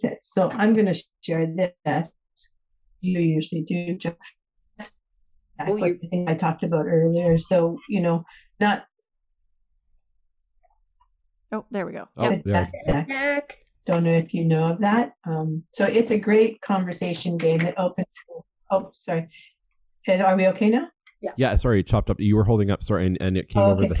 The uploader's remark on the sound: Via Zoom.